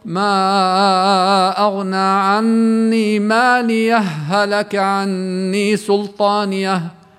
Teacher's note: إدغام الهاءين، بصير إدغام متماثلين بحيث تصيران هاء واحدة مشددة